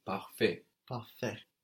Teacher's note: P A R F A I T. And of course, that T on the end is silent.